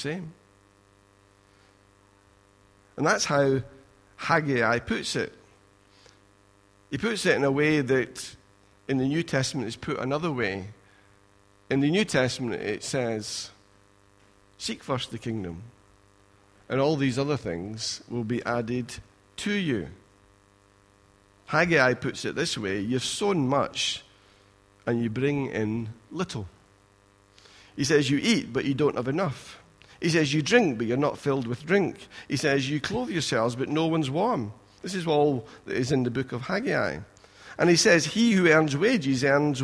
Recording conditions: large echoing room